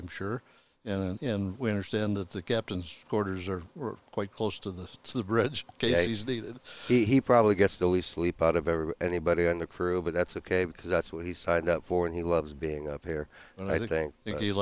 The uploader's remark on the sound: This week we are recorded live from the USS Minneapolis-Saint Paul. A Freedom variant littoral combat ship.